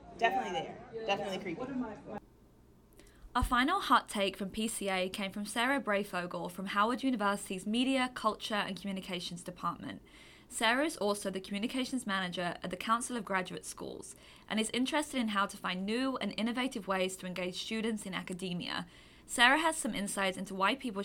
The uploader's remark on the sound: We took Conversations with the Creators on the road to the annual Popular Culture Association conference, which was held in San Antonio, TX.